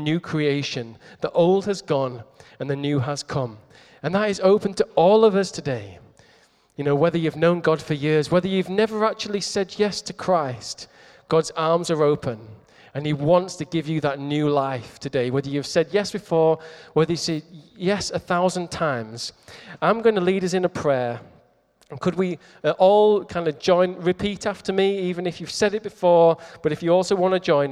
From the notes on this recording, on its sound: Recorded at Middlesbrough Community Church.